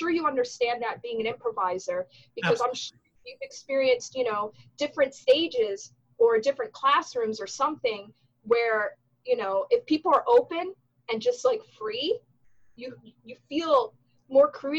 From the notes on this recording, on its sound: Recorded via Zoom.